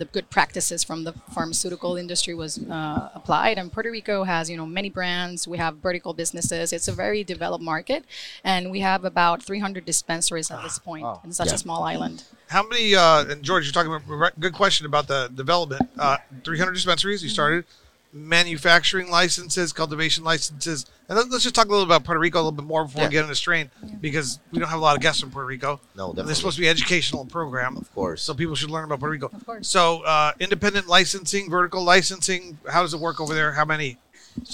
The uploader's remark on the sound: Recorded at MJUnpacked NYC